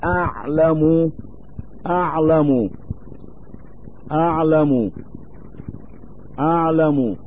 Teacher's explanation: كأن يتلفظ القارئ بالألف من مخرج العين